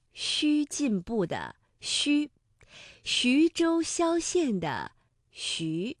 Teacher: 它的发音特点就是舌面前部要隆起，接近硬腭，这个嘴唇呢要搓成圆形，略微的向前突出，气流从舌面和硬腭之间轻轻送出。 · Term: 迂的韵母